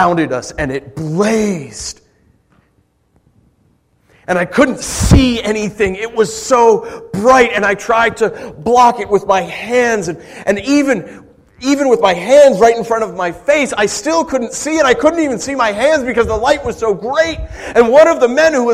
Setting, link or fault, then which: setting, large echoing room